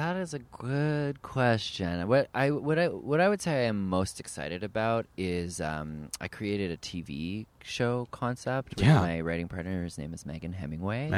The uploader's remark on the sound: in Prospect Park